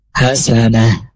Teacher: Itu juga tak marbutoh, tapi karena diwakofkan berhenti, ya berubah jadi ha.